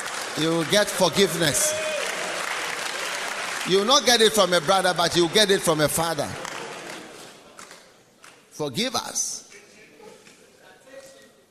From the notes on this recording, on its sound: Preached at the Nerelugu Pastors‘ Conference.